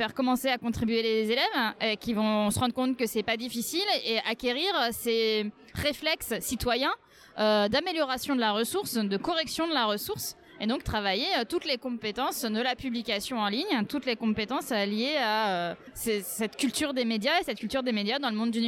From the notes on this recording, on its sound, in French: Un expresso d’Educatech Expo 3. Retrouvez ce troisième épisode enregistré à Educatech Expo.